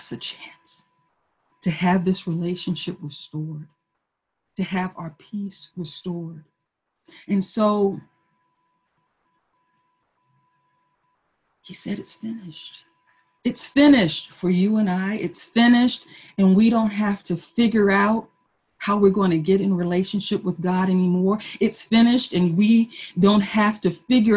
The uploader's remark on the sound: Our Zoom streamed Good Friday Service.